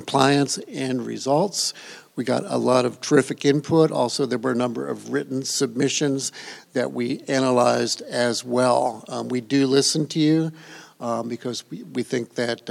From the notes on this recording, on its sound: Thank you all for listening to part two of our special live episode of "A Date with Data" with OSEP at IDC's ii23.